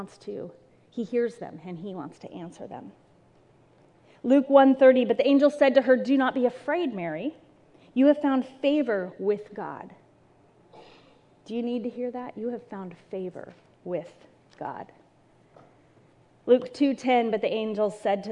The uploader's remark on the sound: This message was recorded at a Sunday service.